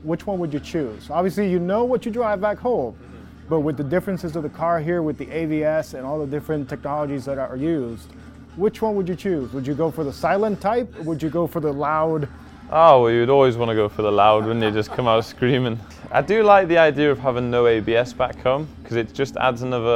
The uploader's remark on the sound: On Location at IMS. We're on location at the Indianapolis Motor Speedway. Before his first practice session of the day.